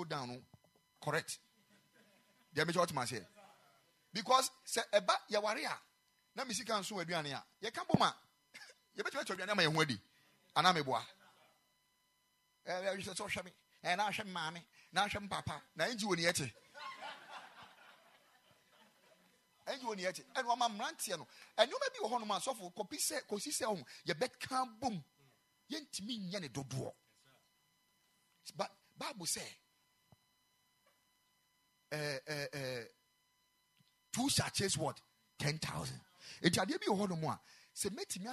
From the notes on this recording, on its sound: Preached at the Ekklesia Chapel